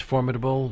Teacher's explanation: the word formidable is accented on the first syllable, not, as a lot of people say, formidable.